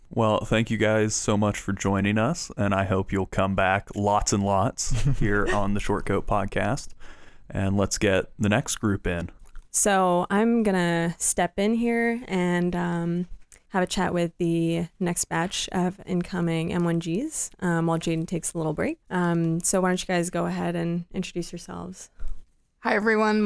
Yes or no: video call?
no